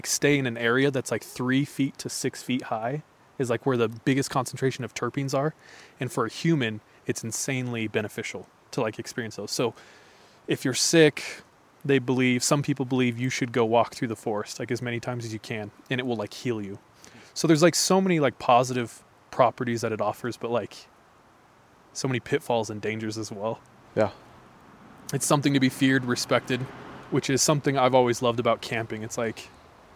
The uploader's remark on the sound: Our First Episode at the Campfire. This time we record near the birthplace of 3AM—the woods. Apologies for the passing traffic throughout the episode.